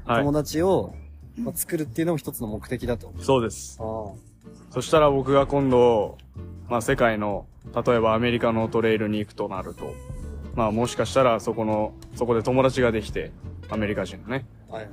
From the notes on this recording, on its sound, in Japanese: 屋外の収録なので、雑音が多いです